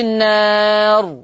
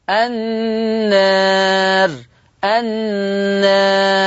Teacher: قلل ورش كل ألف مادية جاء بعدها راء متطرفة مكسورة · Shown in: second take · إذن يستنتج أن لفظ النار مقلل قولا واحدا.